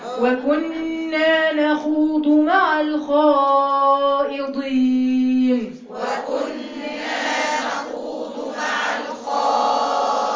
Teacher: النون هنا فيها غنة لأنها مشددة